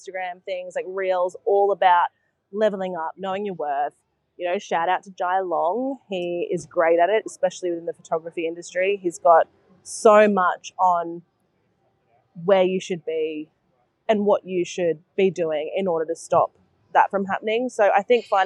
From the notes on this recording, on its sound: This episode was recorded at Woodstack cafe in Coolum. This episode was recorded at Woodstack cafe in Coolum.